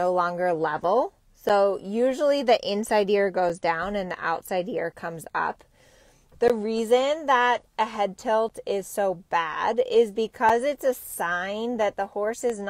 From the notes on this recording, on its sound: Temecula Truckcast! This week went live from my truck in Temecula.